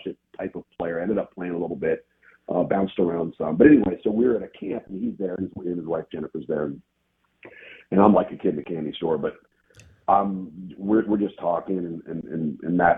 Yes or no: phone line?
yes